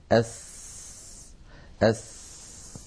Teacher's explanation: فالسين إذا حرف فيه جريان للهواء جريان للنفس كما أن فيه جريانا للصوت أيضا · فالسين حرف مهموس رخو وهو حرف منفتح لأنه ليس من حروف الاستعلاء السبعة خص ضغط قض وهو حرف